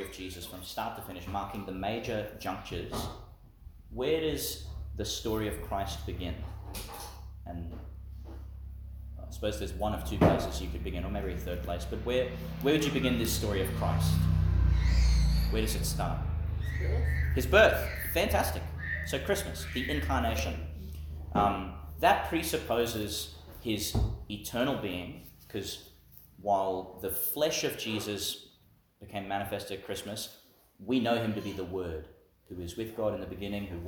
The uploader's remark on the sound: Homily for Ascension Sunday, delivered in St Mary's Catholic Church, Ubobo.